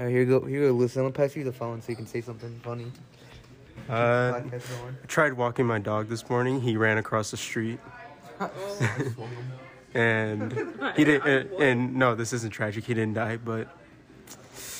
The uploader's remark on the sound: we went early to our school and recorded a not-so-mini-episode in the diner